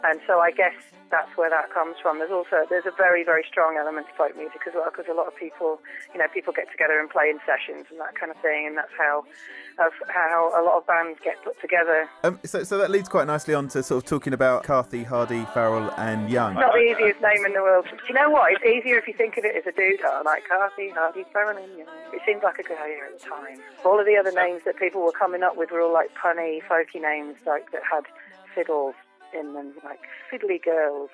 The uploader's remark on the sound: We spoke on the phone